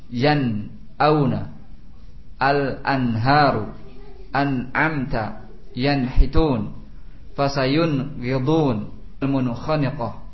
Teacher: Jelas nunnya tanpa adanya gunnah. · Term: idhar